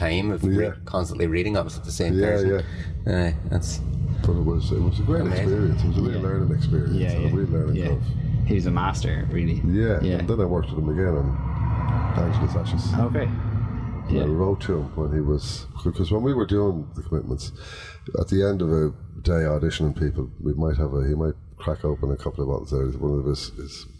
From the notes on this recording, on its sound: Which we recorded live from our lovely campervan provided by Rambling Rover.ie at the Fastnet Film Festival in West Cork in 2023!